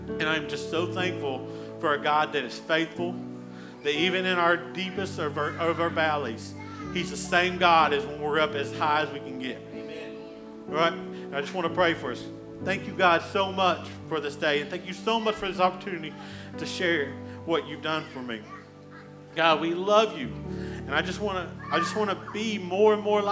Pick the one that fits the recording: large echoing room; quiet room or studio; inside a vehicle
large echoing room